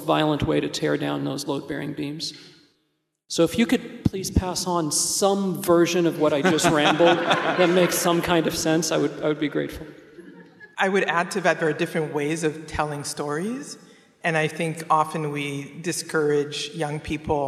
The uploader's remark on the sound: We feature a conversation from the 2021 Portland Book Festival. This live event was moderated onstage.